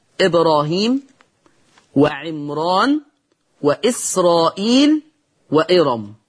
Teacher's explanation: أسماء في القرآن أعجمية يمتنع فيها الترقيق عند ورش · Term: التفخيم